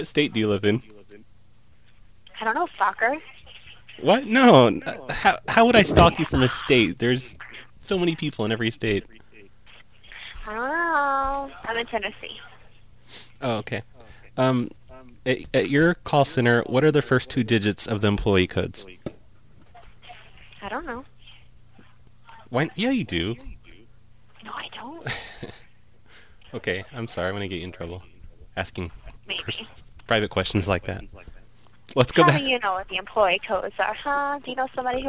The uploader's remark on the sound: RBCP's Personal Prank Phone Calls Collection